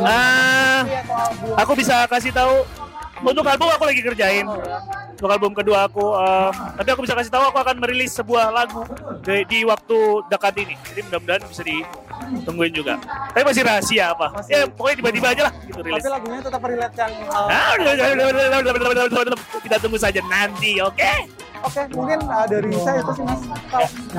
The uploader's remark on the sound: Interview From Backstage Land Of Leisure